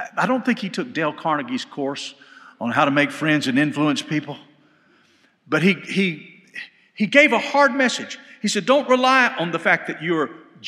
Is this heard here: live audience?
yes